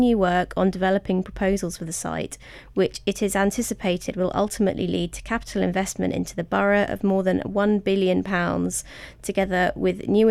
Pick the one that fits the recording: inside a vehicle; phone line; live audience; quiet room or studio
quiet room or studio